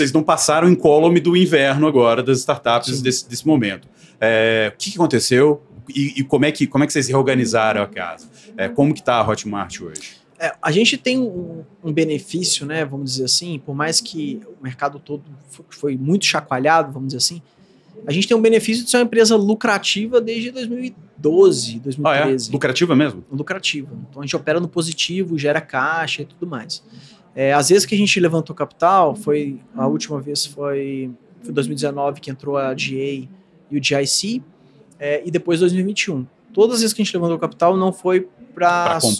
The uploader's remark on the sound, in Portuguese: Nesta conversa gravada durante o Gramado Summit 2023. Nesta conversa gravada durante o Gramado Summit 2023.